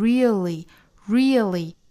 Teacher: 这个单词我们发现里面的这个舌侧音是发成两遍，一个是和前面音素组成了一个 dark L 的读法 real, real,再和后面这个元音再组成一个全新的音素 li,所以这个词美音读成 really, really,包括最后的这个 tell 和 it 的连读式也是一样的，舌侧音发成两遍 tell it, tell it,我们还记得英音发法吗？是